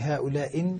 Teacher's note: يعني هنا يقرأ الهمزة بإبدالها ياء مكسورة · Term: ياء خفيف الكسر